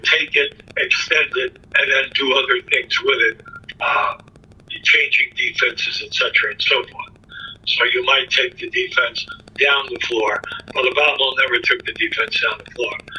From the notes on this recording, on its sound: This interview was done via the phone a few years back.